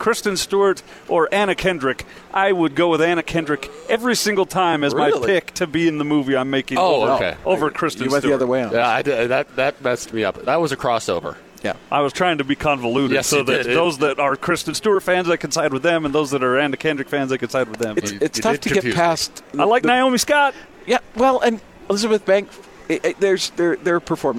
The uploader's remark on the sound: LIVE from Megaplex at The District. On The Zone Sports Network.